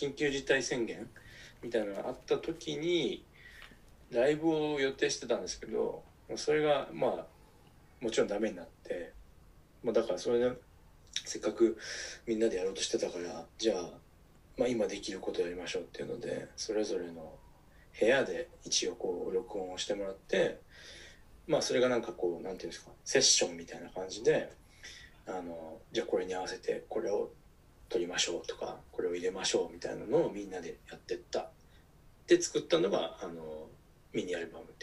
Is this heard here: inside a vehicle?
no